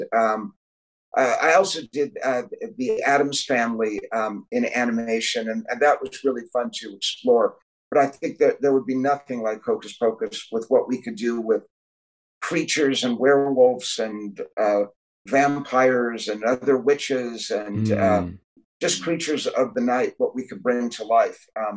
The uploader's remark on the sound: As he zoomed in from his otherworldly office